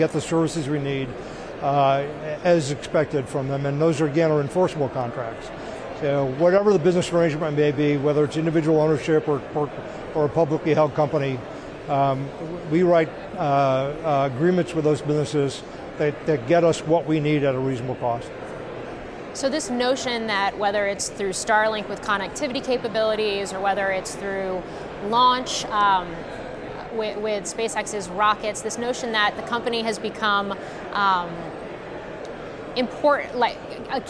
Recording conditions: busy venue